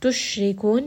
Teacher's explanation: sheen is going to have tafashi, ra is going to be light, and then we end here on a four count, mad'arid lissukun.